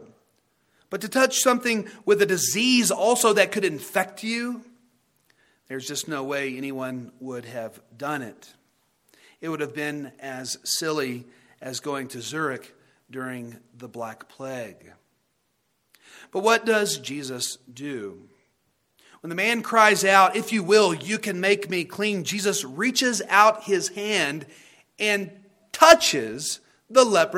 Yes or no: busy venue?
no